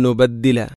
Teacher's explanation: അല അൻ നുബദ്ദില, ഇവിടെ അൻ സുക്കൂനുള്ള നൂനിന് ശേഷം വീണ്ടും നൂന്. അപ്പോൾ ഒന്നാമത്തെ നൂനിനെ രണ്ടാമത്തെ നൂനിലേക്ക് ഇദ്ഗാം ചെയ്യുന്നു